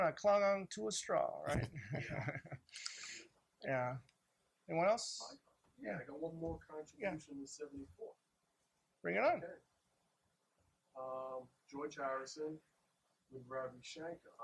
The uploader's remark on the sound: Recorded at the NY Fest for … Fans. Recorded live at the TWA Hotel. Apologies for the sound quality: while we were able to plug into the soundboard, the loudness was difficult to adjust.